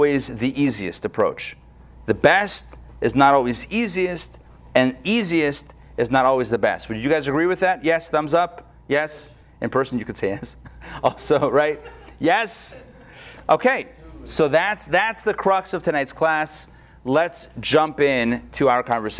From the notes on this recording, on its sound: Recorded live at Atlanta on July 14, 2021